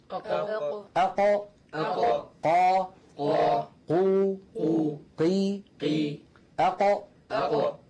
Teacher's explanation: فأقصى اللسان هنا مع ما يحاذيه من الحنك الأعلى مخرج القاف.